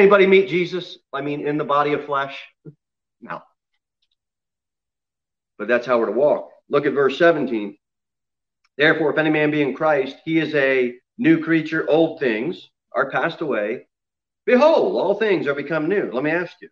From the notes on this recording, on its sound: Sermon delivered at Pilgrim Baptist Church on Sunday, December 6, 2020, at 6 pm.